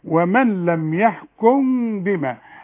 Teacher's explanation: الميم اللي بعدها باء، ميم بدون تشكيل، ما قفلش شفايفي